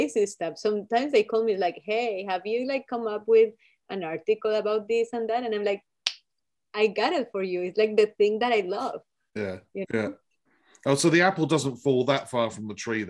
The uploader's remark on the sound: This interview was recorded on 1st February 2022 via Zoom.